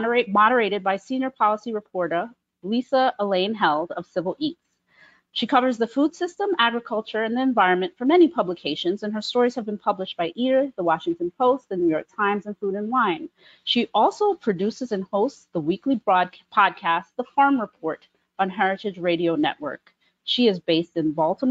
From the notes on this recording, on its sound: This panel was part of a James Beard Foundation webinar series to support the food and hospitality industry through COVID-19.